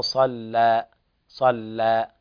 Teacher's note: صلى فيها الفتح وليس تقليل